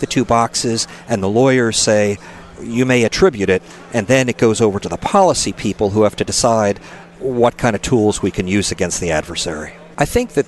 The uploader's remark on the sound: on location at the 2016 ASUA meeting in Washington DC.